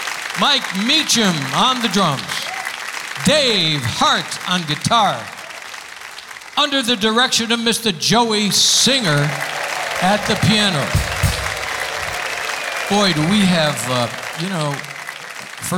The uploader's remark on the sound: Live at the South Point Casino